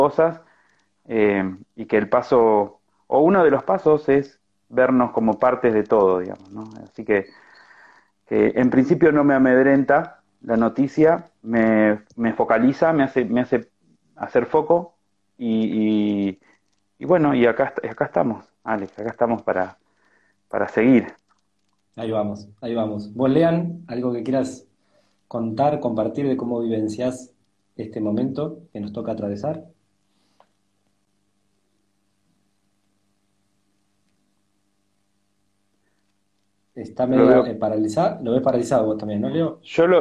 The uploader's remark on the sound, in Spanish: Audio de la charla en vivo por Instagram